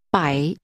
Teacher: Using a falling, rising tone, say 100.